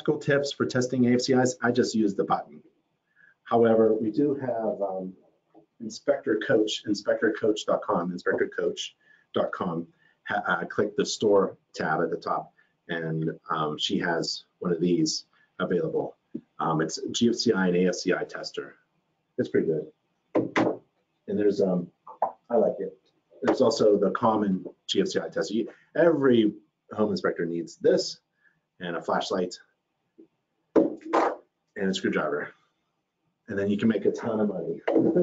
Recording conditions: video call